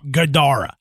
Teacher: a three-syllable word that sounded like Gadara, with the second syllable emphasized, Gadara. So I'm trying to say that in my best Beast of Bray Road accent.